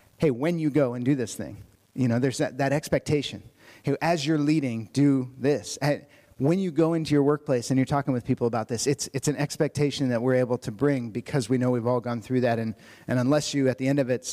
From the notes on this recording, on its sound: Audio from the Porterbrook Info Night. We did our best to remember to repeat the questions for the recording, but sorry we missed a couple!